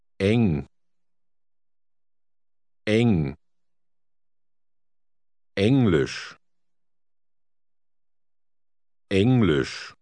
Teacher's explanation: Pay attention to the beginning of the word. It's eng and not ing.